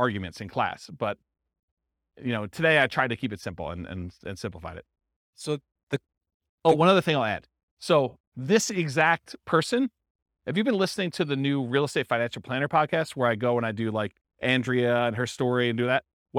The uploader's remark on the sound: This was a live class recorded.